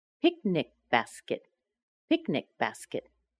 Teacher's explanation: The K, that K sound on the end, even though the spelling is C, connects with the B.